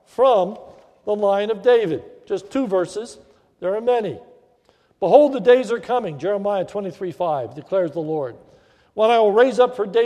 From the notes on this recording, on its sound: This is a sermon recorded at the Lebanon Bible Fellowship Church in Lebanon, PA on 3/13/2016 during th morning service